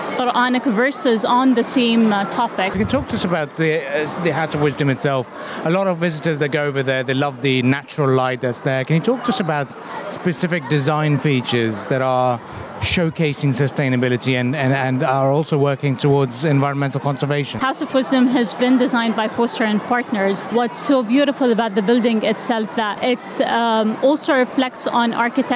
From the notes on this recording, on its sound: Live from SIBF 2023.